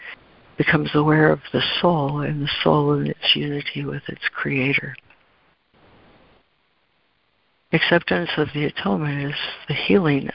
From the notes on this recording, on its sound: ACIM Daily Conference Call